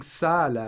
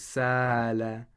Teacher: So it's very important that we read the Hamza in a strong way. And we pronounce it as if it's a glottal stop, not a glottal continuant · Shown in: first take